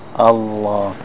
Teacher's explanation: the letter lam, comes from the side of the tongue, and it moves forward.